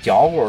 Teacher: 儿化音放在后面，而且重音在前面